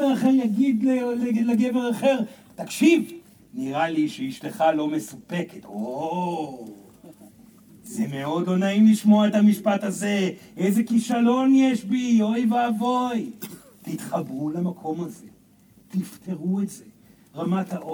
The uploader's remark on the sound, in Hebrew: פסטיבל נאטראז'. זוהי הקלטת מעגל חי בנוכחות תלמידים, הכוללת הרצאה וכן שאלות ותשובות.